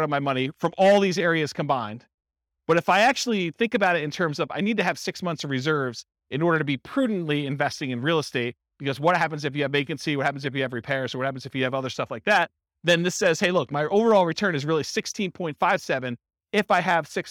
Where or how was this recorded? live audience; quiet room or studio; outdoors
live audience